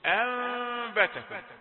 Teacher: النون الساكنة تنقلب علشان كده قلنا ان هذا الحكم يسمى اقلاب وقلب النون الساكنة المقابلة للباء ميما مخفاة مع الغنة